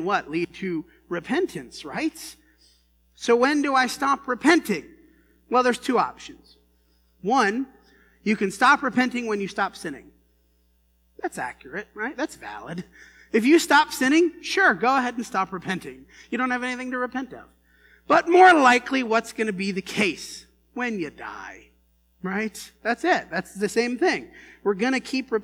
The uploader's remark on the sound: This sermon was preached at the Dewey Church of Christ on October 28, 2019.